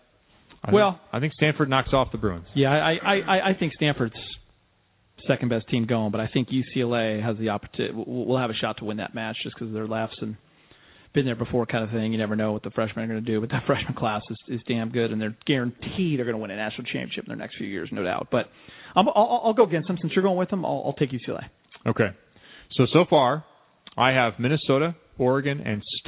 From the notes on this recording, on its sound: call